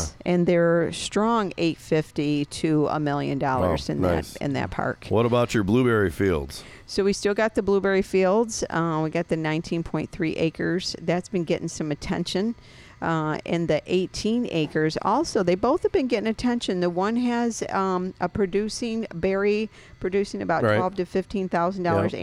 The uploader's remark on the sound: On Location at Lake Arvesta